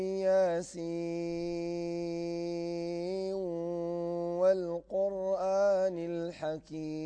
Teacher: فله الإدغام الناقص، إدغام الناقص مع الغنة مع المد الطويل